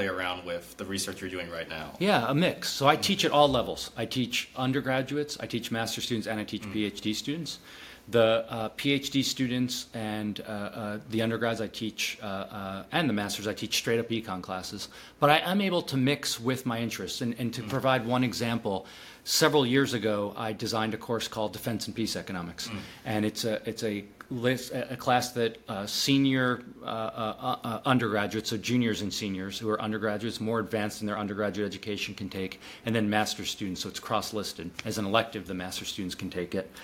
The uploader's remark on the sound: at the Mercatus Markets and Society Conference